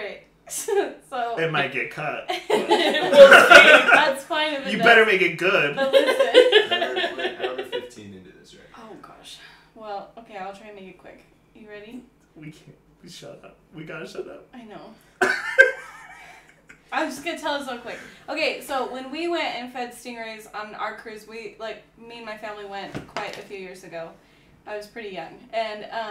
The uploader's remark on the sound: Disclaimer: SNEAK PEEK Episodes are episodes we made in trying to determine how the pod would work, as such there are some less than desirable audio and video issues as well as general awkwardness.